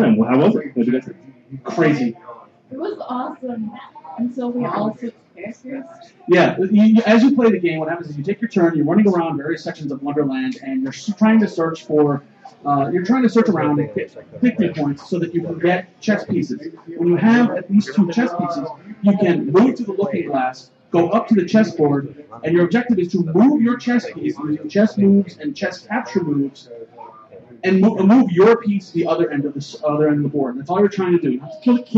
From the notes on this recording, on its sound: Live From Reapercon 2013. Broadcast live from the floor of Reaper Tower, site of Reapercon 2013.